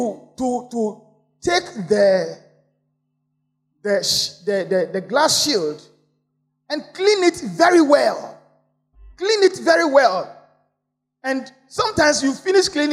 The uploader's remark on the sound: Sermon preached at CBC Shiashie Campus